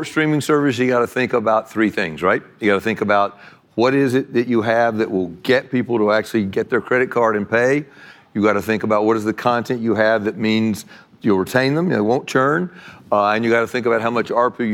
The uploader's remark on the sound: live from Code Media 2019